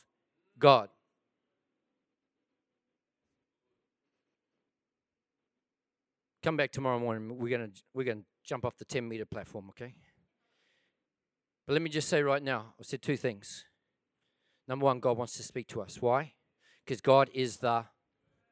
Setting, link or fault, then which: setting, live audience